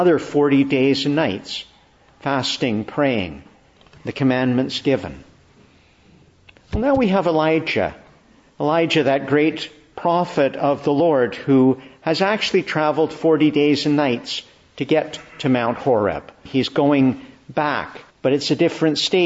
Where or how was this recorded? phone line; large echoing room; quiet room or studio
large echoing room